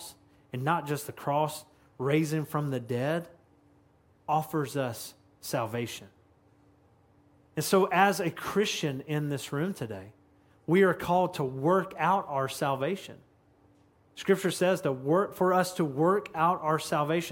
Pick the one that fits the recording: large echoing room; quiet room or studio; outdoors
large echoing room